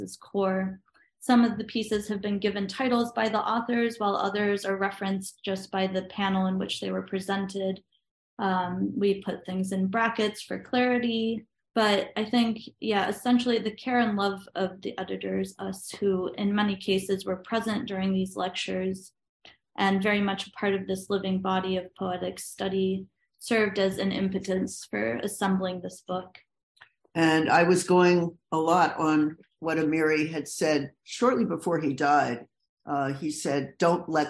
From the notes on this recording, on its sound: City Lights in conjunction with Naropa University and Nightboat Books present. This event was originally broadcast via Zoom.